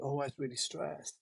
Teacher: There's a thing called voice fry where, you know, the voice where someone says something at the end is like, oh, I was really stressed. And they've got that little fry bit at the end of their voice. Their voice kind of crackles away a little bit.